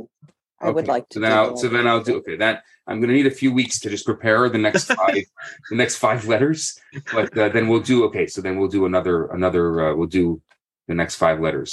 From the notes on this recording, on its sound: Thursday Morning Class. On ZOOM.